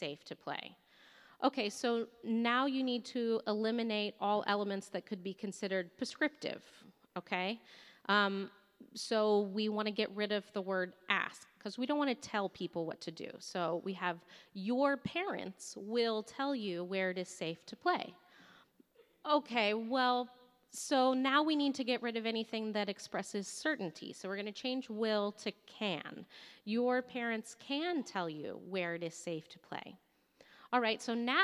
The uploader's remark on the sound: recorded LIVE in San Jose!